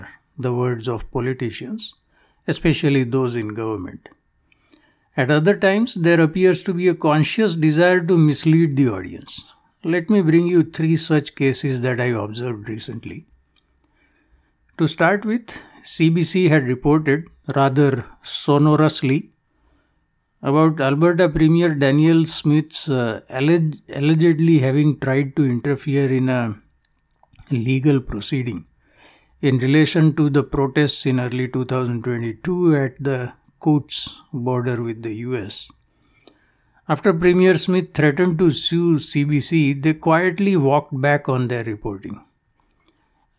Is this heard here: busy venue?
no